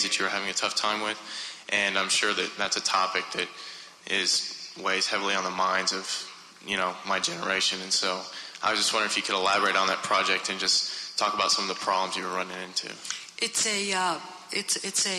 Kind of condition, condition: setting, live audience